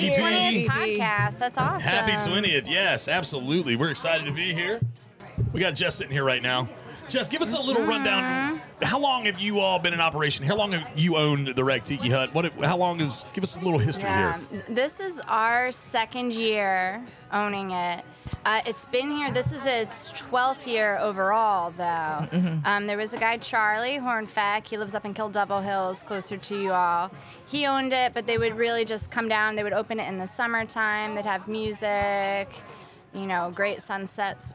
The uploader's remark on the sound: The Outer Banks This Week Podcast goes on location! Record live at The Wreck Tiki Bar in Hatteras Village.